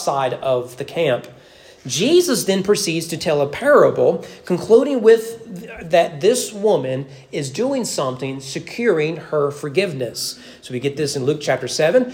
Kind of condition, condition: setting, large echoing room